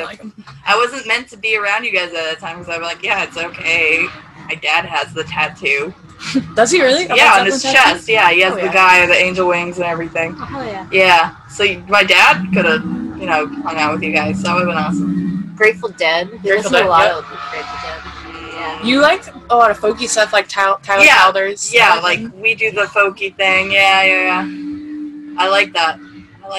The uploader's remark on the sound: Excuse the noise, this was recorded in a trailer at a drift event.